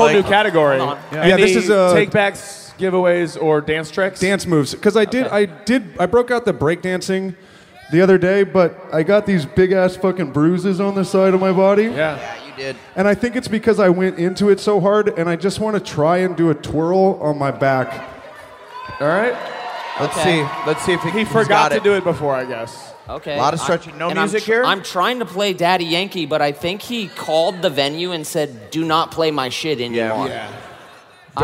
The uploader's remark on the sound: Live from Newark!